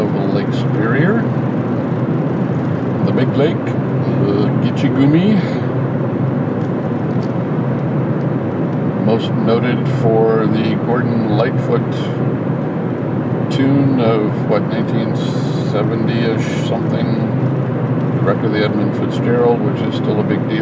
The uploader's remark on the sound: A longer and different recording using Backpack as I drive home from the grocery store.